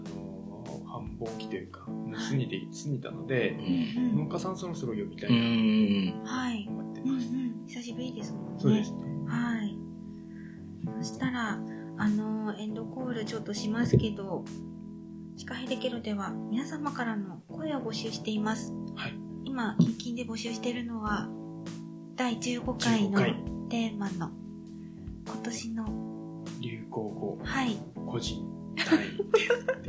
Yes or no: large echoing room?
no